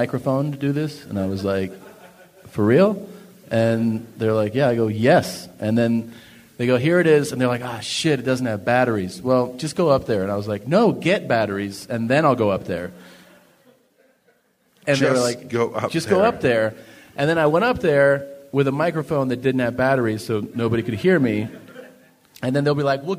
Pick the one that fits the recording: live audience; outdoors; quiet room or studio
live audience